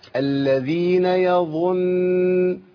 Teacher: النون الاولى ساكنه وفيها زمن الغنه. خلاص النون الساكنه اللي فيها زمن الغنه ديت اللي ماشي فيها الغنه زمن الطويل دي محتاجه هيت شفتين ابتسامه بسيطه قوي يظن وادي اخد هيت بقى الضم يظنون.